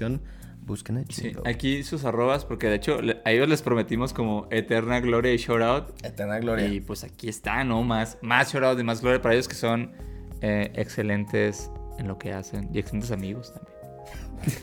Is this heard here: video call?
no